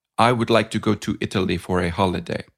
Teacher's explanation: Now, in Italian and an Italian-speaking English, every one of those syllables would tend to have equal weight. So an Italian would say something more like, I would like to go to Italy for a holiday.